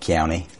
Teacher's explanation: that palatalized K and G, where the tongue drops behind the lower teeth and becomes like a KY or a GY